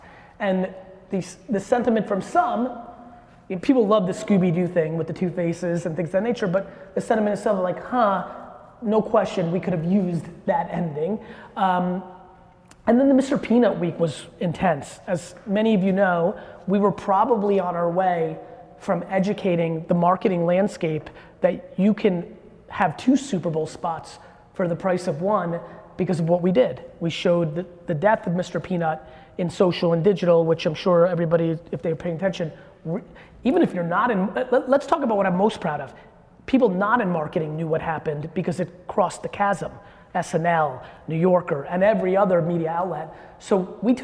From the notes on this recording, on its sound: that we did live in New York